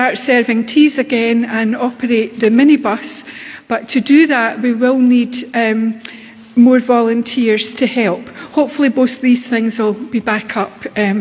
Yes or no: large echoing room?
yes